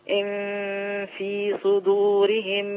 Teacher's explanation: الإخفاء هنا عند حرف الفاء يعني عند الشفة. إن في صدورهم إلا كبر ما هم ببالغيه فاستعذ بالله إنه هو السميع البصير.